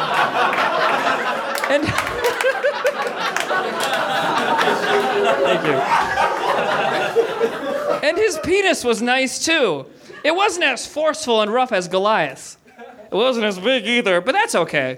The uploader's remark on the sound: Recorded at Nerdmelt Theater on 8.12.12.